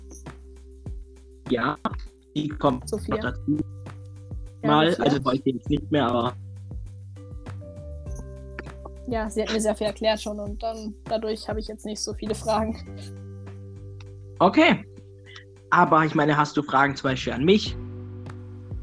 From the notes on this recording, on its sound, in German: das einzige Problem ist jetzt noch unsere Ton Verbindung denn deren Beziehung ist am Arsch mein Ton hört sich schrecklich